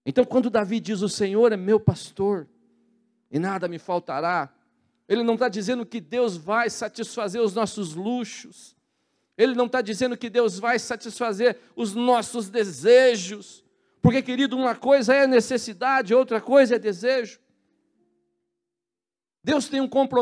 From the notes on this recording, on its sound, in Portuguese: na Igreja ABA Curitiba (Transmitido ao vivo)